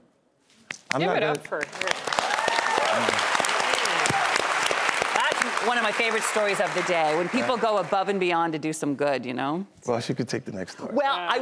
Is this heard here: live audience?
yes